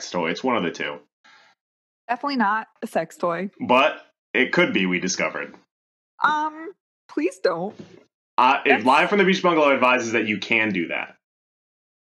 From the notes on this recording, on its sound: WARNING: We're sorry about the audio quality!! We tried to record through Zoom for the first time, and let's just say, we're never doing it again!!